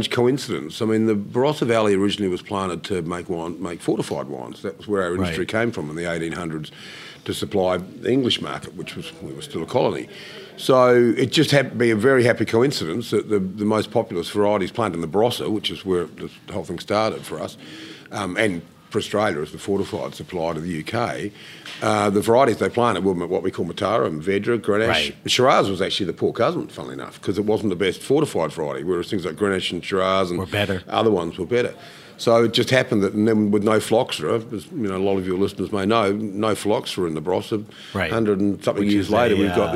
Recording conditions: busy venue